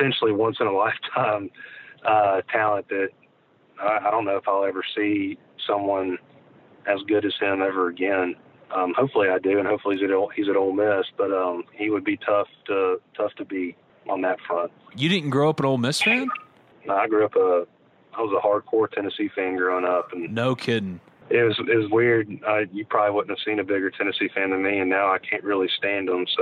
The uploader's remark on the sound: on the Modern Woodmen phone line